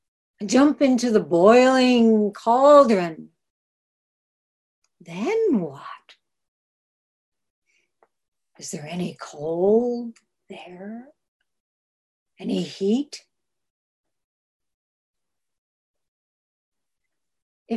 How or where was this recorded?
video call